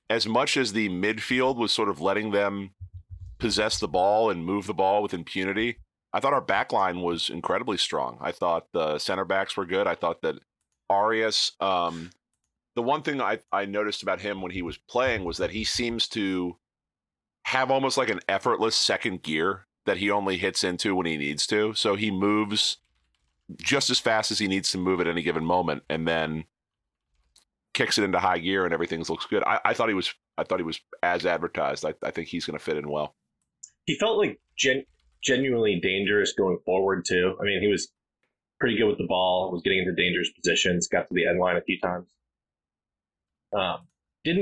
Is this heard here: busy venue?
no